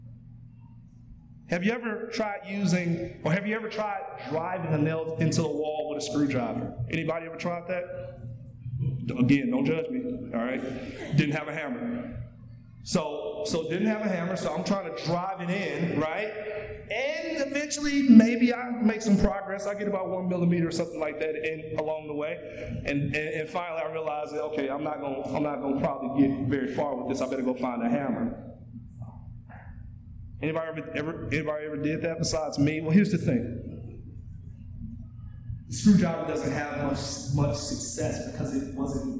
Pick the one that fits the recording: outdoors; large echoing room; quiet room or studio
large echoing room